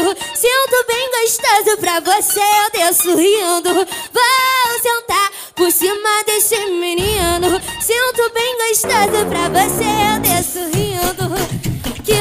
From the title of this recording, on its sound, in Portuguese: Lançando Varias Musicas Ao Vivo Na Roda De Funk Especial